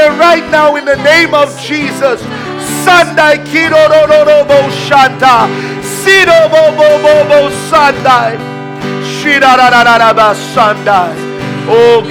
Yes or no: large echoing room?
yes